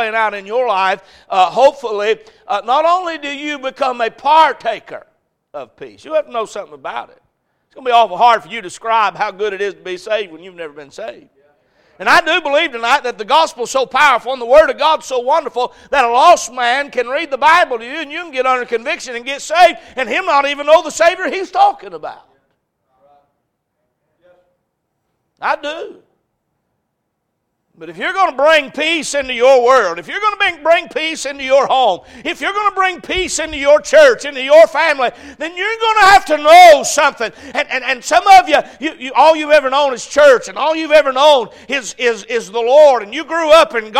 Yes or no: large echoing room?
yes